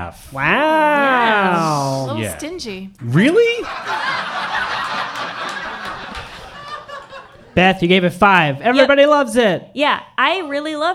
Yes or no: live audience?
yes